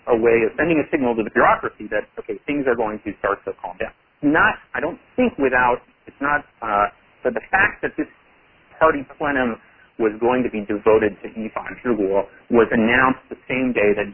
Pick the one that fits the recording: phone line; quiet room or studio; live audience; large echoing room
phone line